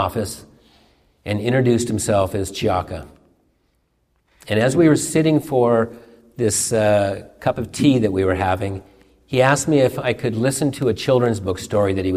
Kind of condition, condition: setting, large echoing room